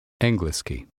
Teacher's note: Make sure you're saying eng and not ing at the beginning of the word.